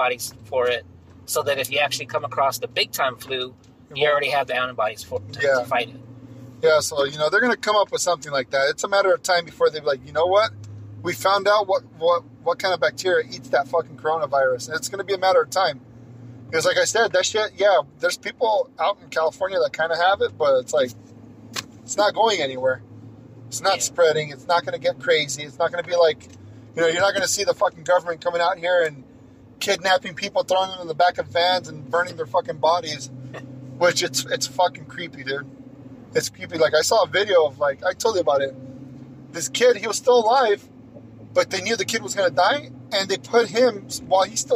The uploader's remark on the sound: The Bunk buddies do their first podcast live, together, in a truck, on the freeway, in Los Angeles. The long awaited reunion of the bunk buddies takes place on the 5 freeway.